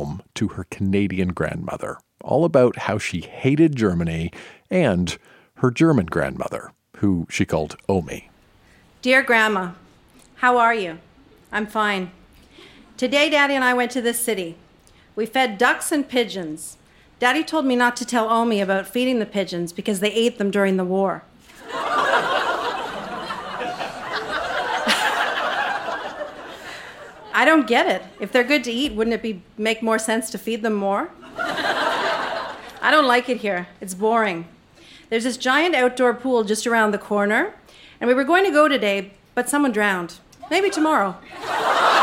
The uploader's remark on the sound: Recorded live in Vancouver, BC.